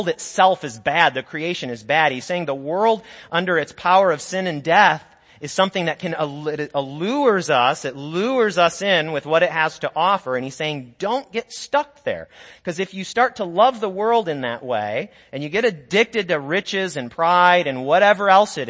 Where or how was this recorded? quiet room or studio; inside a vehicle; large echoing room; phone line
large echoing room